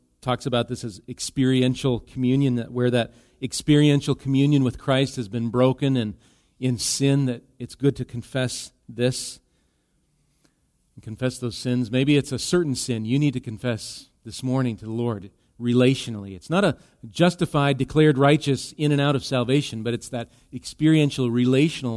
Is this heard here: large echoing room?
yes